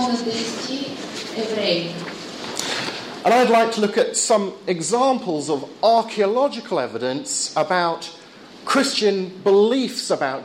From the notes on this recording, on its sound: Lecture at the Regional Archaeological Museum, Plovdiv, Bulgaria